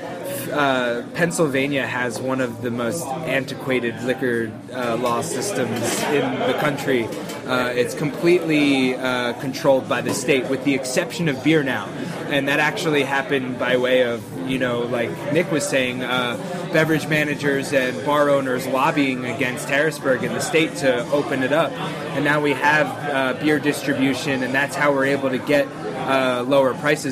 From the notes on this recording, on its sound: a special episode recorded at Monk's Cafe in Philadelphia during the Craft Brewers Conference in May